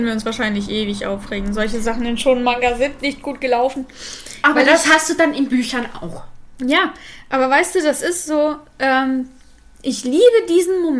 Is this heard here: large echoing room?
no